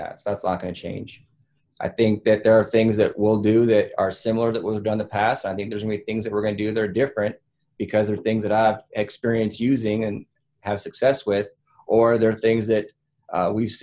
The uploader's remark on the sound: Hosted a Zoom conference call with 12 members of the Montana media.